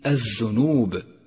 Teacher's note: سقطت لام كلمة الذنوب من اللفظ لأنها لام شمسية